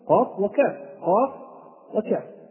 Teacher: من أقصى اللسان، يخرجان من أقصى اللسان، فالقاف فوق ثم يليها الكاف، كلاهما من أقصى اللسان. إذن هناك تقارب في المخرج، قاف وكاف، قاف وكاف، وواضح هذا التقارب.